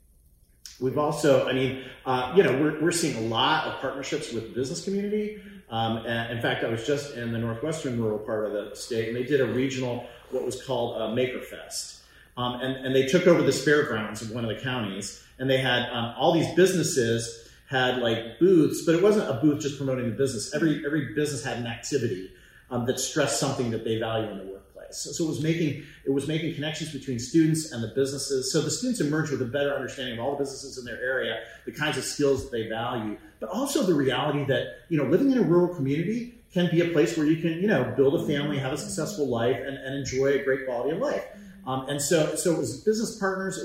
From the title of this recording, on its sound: Live from The National Forum to Advance Rural Education